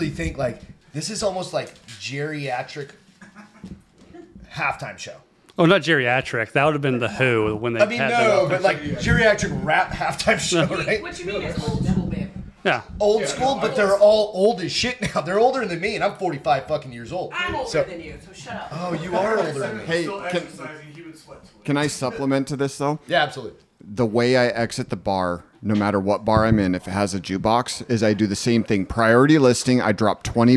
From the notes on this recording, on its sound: We're live from Austin, Texas for the Drinkin' Bros Super Bowl Sunday Event.